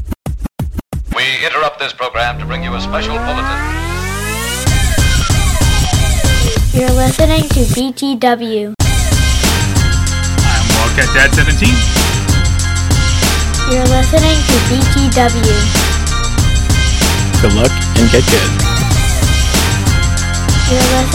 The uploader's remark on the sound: The guys are live and in-person for the first time ever at this years GO Fest in NYC!!!